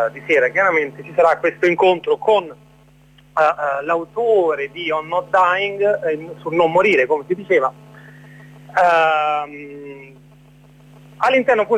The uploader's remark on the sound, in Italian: ne parliamo al telefono con due compagni